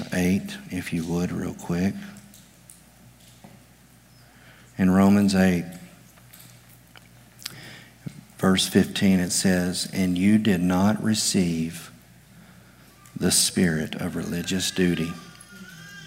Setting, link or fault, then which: setting, large echoing room